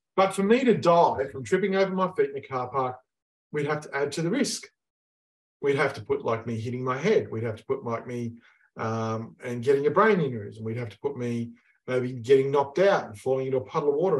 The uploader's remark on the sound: In this webinar